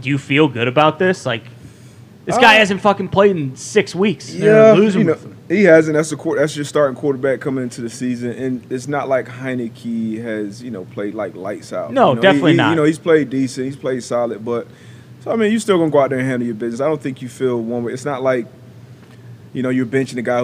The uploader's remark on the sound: LIVE From The ThunderDome.